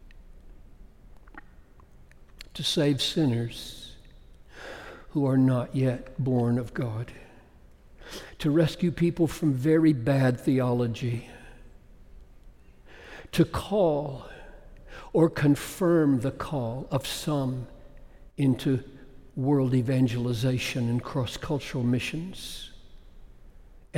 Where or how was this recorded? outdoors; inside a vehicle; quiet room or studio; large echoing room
large echoing room